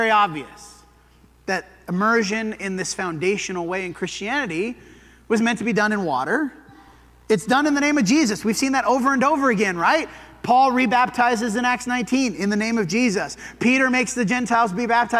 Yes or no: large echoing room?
yes